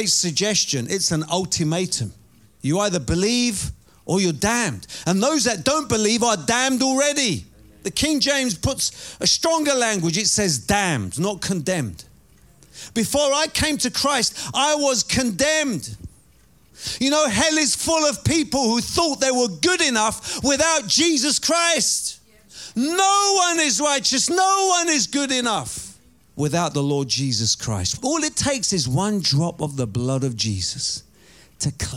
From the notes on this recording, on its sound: Preaching at Oasis Church, Watford, England.